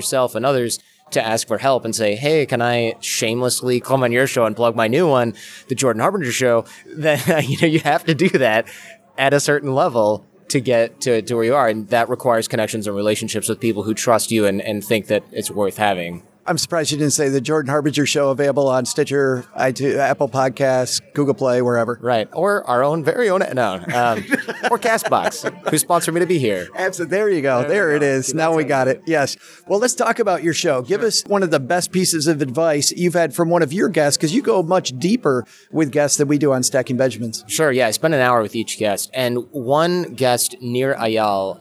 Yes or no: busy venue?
yes